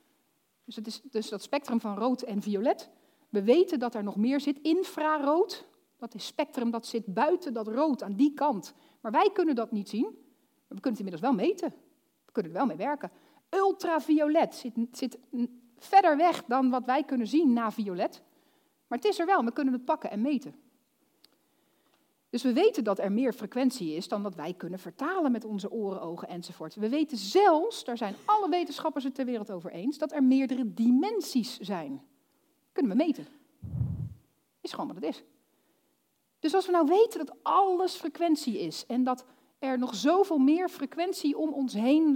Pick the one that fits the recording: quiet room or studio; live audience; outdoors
live audience